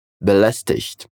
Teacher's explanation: O sotaque do Hochdeutsch é belästigt, com esse som chiado, como se fosse um som de CH na palavra ich